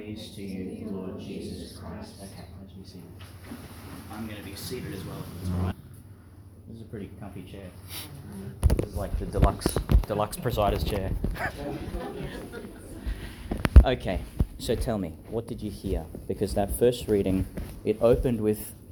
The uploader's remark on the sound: Homily delivered Wednesday 24th August 2022, for a year level at St John the Baptist Primary School, Gladstone, Qld.